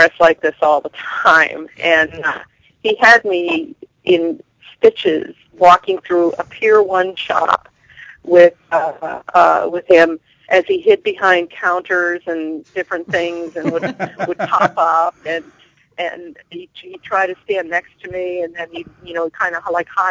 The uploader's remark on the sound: In the studio to share stories. Called in to talk to us.